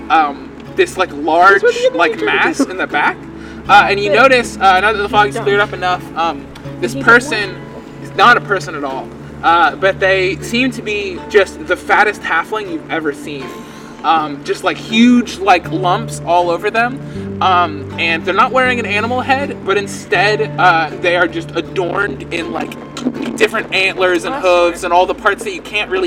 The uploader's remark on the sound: Apologies for the last 1/4th of the podcast being recorded outside. We got kicked out.